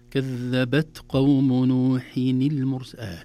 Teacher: الهمس في التاء خروج هواء يسير وليس كثير